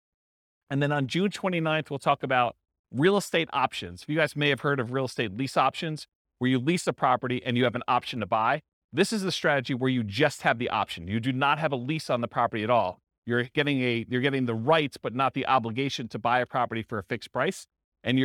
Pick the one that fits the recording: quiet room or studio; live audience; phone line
live audience